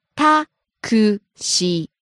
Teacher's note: Starts high, drops second syllable ku, stays low.